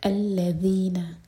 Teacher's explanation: زبان کو اوپر والے دانت پر ٹچ کریں اور تھوڑی سی ٹپ باہر نکال کر پڑھیے گا. یہاں پر ز کا ٹچ آئے گا تو یہ ورڈ غلط ہو جائے گا.